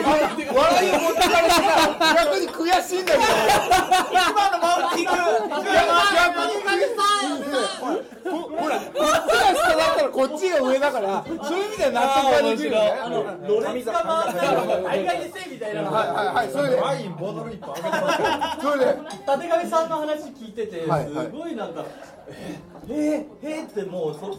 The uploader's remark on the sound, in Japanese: ホジラジ公開録音の模様をお届けします。